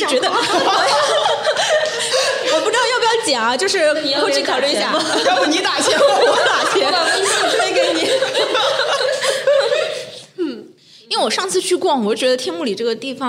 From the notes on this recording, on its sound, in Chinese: 滴，欢迎接收来自上海外滩BFC地下一层的声音！来到位于上海BFC外滩金融中心的小宇宙专属录音室。在BFC地下一层餐厅旁边录音：临场感满分！